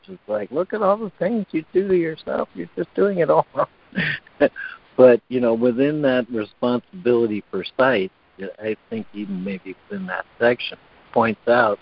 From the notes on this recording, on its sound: ACIM Daily Conference Call.